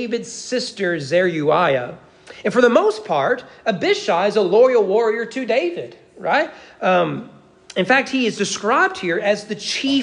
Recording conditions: large echoing room